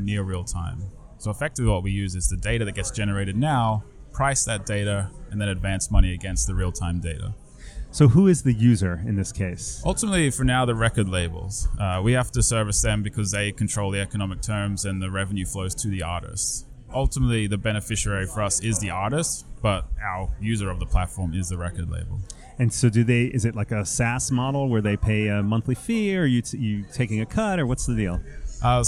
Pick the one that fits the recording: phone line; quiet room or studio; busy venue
busy venue